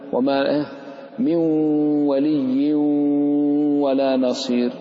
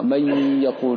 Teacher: يعني تضغم النون والتنوين مع الغنة، والغنة من الخيشوم · Shown in: first take